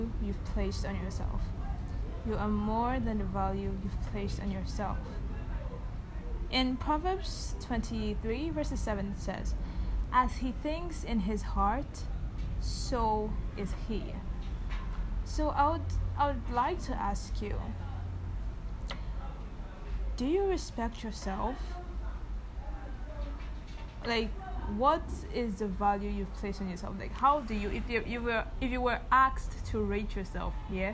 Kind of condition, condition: fault, background noise